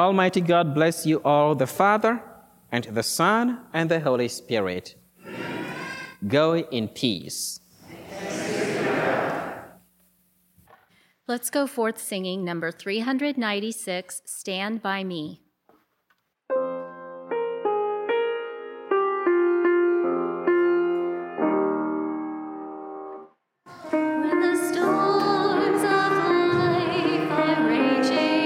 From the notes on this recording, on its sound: Mass at Holy Spirit Catholic Church in Creston Iowa